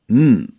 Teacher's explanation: وأما الحرف الثالث فهو الميم، م خرج الصوت من التصاق الشفتين